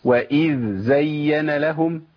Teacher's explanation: لازم ابين رخاوه الذال وتمكين مخرجها